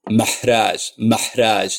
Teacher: So that's why it's like mahraj, mahraj. It's a very pharyngeal H.